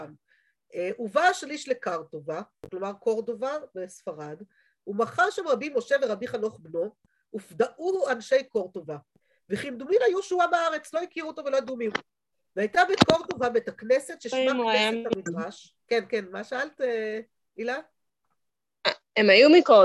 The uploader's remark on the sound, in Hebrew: שהועבר והוקלט בזום עם תלמידות מדרשת שחרי